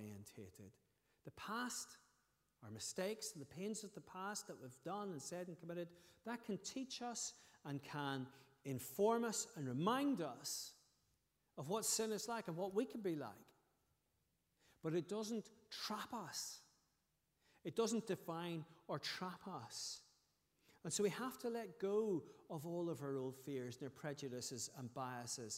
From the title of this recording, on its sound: Sunday 20th August 2023 evening service